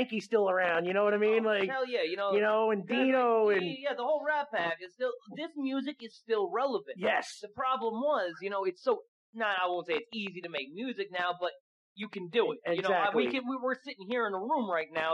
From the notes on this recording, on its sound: This is an old episode and the sound quality on our vocals was kinda messed up.